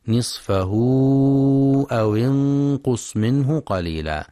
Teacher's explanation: ينتبه لكسر الواو في أو انقص في رواية حفص، فلا يقرأ أو انقص بالضم.